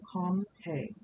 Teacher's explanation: But actually, the reason that people will use the N as a guide is because it is kind of a nasally O sound where you swallow the M. So the pronunciation is actually Conte.